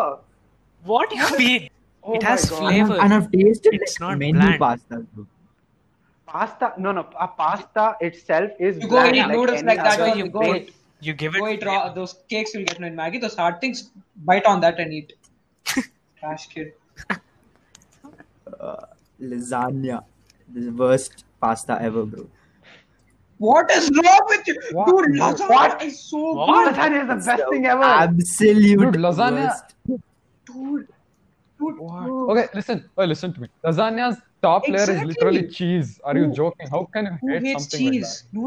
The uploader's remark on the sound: sorry for the audio lag